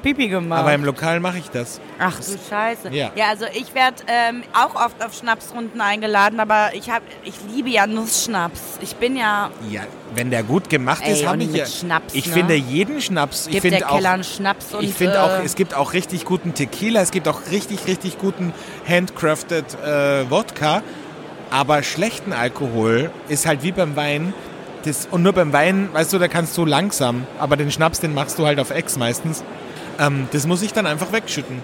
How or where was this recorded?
busy venue